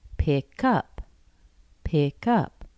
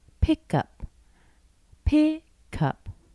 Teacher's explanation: I just stressed the first word, pick. · Shown in: second take